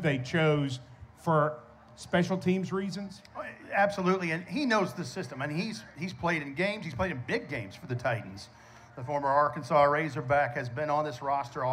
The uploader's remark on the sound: LIVE at Memphis for 901 Day